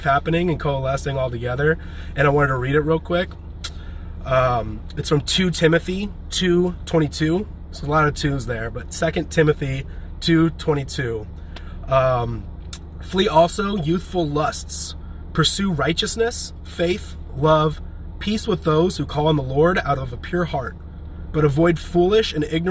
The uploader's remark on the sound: This is a livestream recorded on Instagram from my "home" in a parking lot in Brentwood, Tennessee.